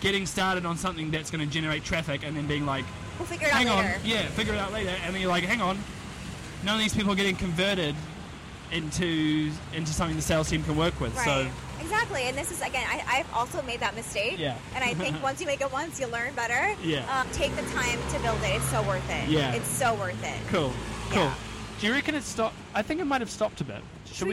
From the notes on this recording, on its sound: We walked through the hustle and bustle of Paris (sorry for the loud bus noises at times!).